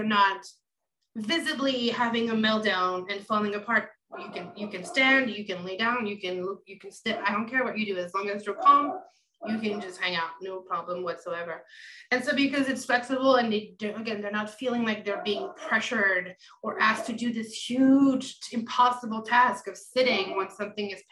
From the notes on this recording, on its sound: Recorded Webinar